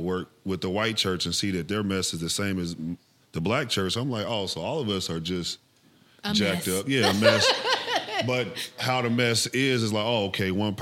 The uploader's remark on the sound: Live Audience